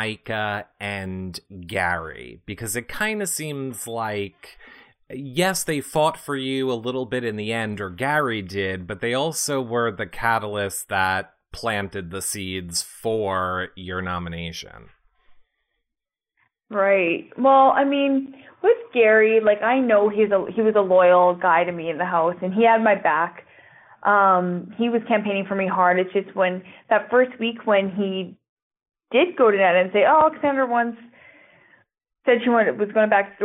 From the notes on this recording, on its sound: This is our phone interview